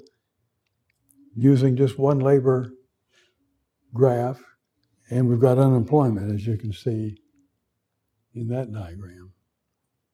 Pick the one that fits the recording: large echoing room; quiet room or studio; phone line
large echoing room